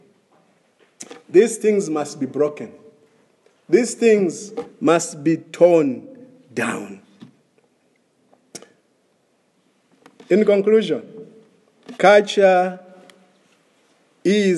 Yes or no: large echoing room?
yes